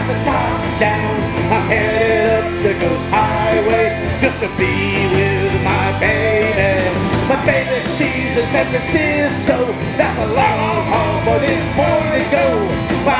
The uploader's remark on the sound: held to capacity crowd at Saint Rocke, Hermosa Beach CA on June 10, 2018